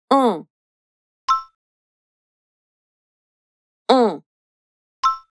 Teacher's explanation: Não é exatamente o mesmo som. Na verdade, a gente vai fechar mais essa pronúncia. Ela fica entre o on, que a gente acabou de ouvir, e o em. · a pronúncia da letra A com som aberto, A, mantendo a boca aberta. Imediatamente, acrescento o N, deixando passar pelo nariz, produzindo o som ON.